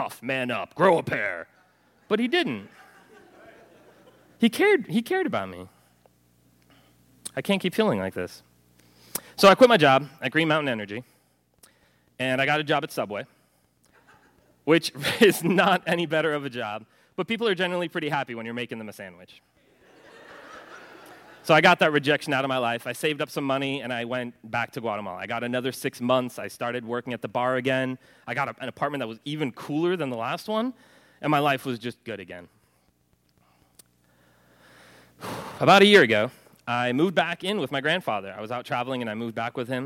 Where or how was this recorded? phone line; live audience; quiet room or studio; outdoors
live audience